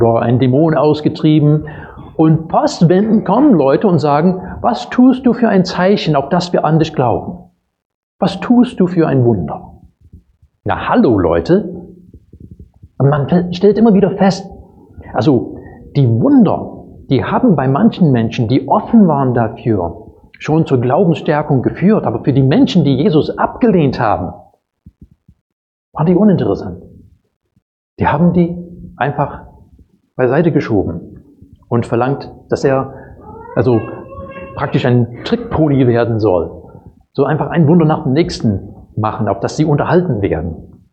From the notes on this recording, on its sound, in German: Predigt aus dem Gottesdienst